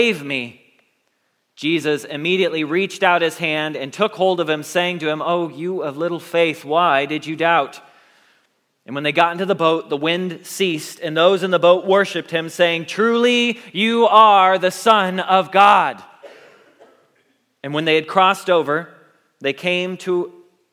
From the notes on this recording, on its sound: Message Preached at Valley Creek Church